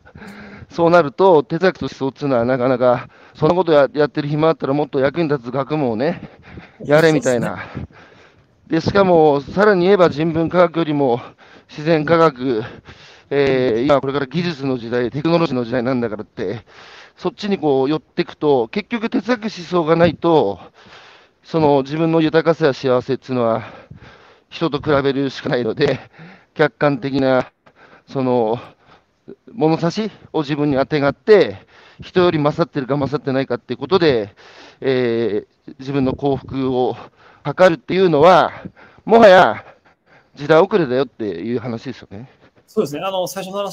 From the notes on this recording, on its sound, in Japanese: 歩きながら1時間、対談する